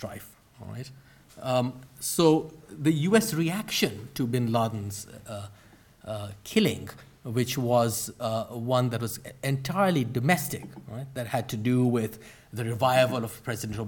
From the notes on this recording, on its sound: Gives a talk for the Oxford Humanities Research Showcase conference.